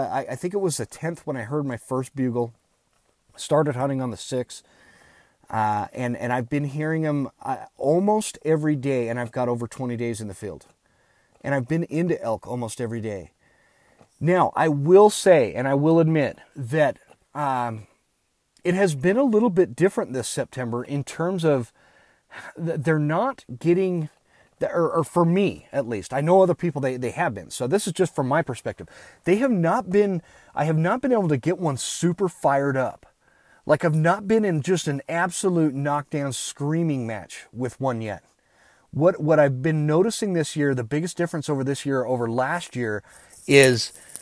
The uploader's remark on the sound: I recorded this episode on my phone from the elk woods of Idaho.